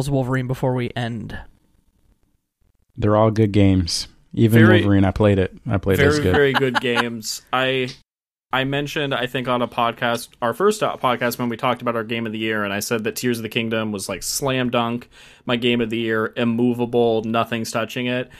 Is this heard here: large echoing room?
no